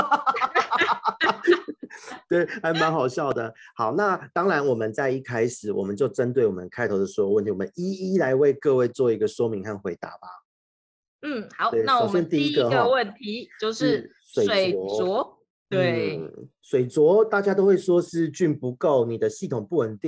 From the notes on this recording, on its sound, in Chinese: 只是音質的部分因為我們合體錄音都用Zoom。所以多少有點卡卡。